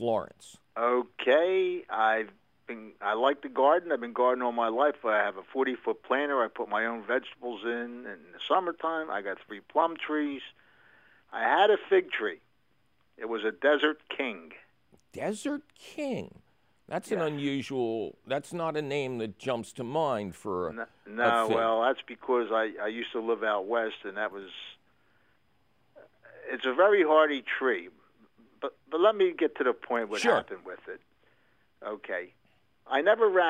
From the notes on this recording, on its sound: Takes your fabulous phone call questions.